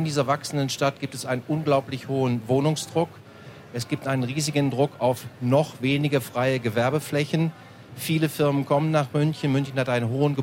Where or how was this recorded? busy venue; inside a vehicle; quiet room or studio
busy venue